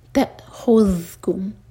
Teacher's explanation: ख़ा दम्मा के लिए होठ खोलूँगी लेकिन जब ज़ाल पर पहुँचें तो होठों को फैला लें